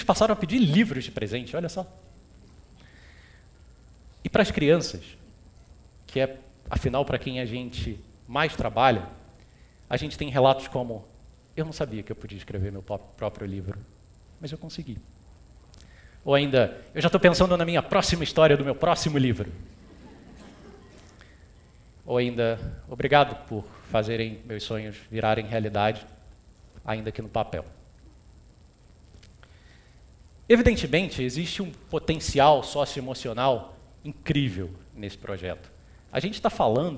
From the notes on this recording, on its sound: TEDxRioED. This talk was given at a TEDx event using the TED conference format but independently organized by a local community.